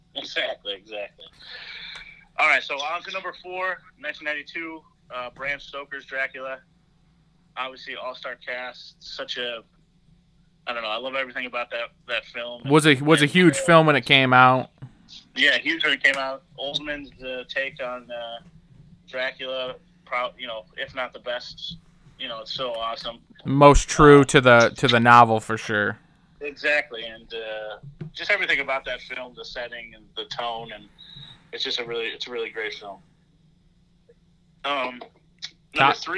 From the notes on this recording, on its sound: The gang joins via teleconference